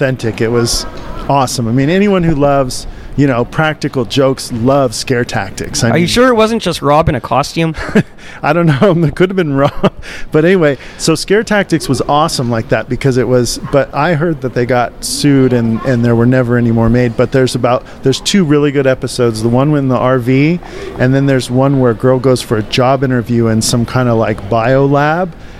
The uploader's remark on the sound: Special show live from Midsummer Scream Halloween Horror Convention in Long Beach California.